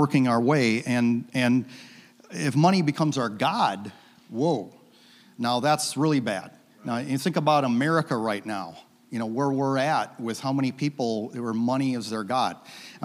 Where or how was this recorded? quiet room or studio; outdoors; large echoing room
large echoing room